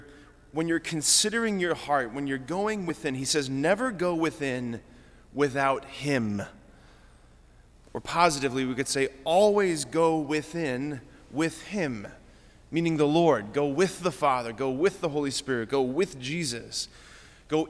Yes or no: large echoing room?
yes